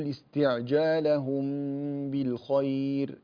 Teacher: يوجد إخفاء في الميم، يعني ميم ساكنة بعدها باء، هذا إخفاء شفوي. تقول استعجالهم بالخير، إذا وقفت على الخير كذلك رقق الراء، لكن هو لا يوجد وقف هنا، فيحبذ أن تصل بالخير لقضي إليهم مرة أخرى.